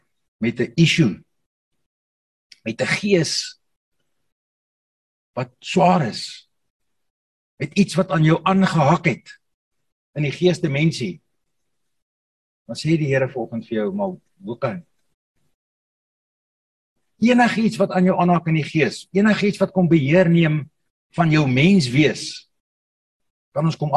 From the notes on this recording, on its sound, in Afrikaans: Zoom Byeenkoms 17 Mei 2022